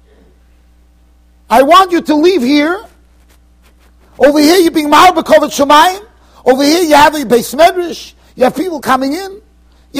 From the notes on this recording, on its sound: Shiur recorded in Yeshivas Ohr Reuven, Monsey NY.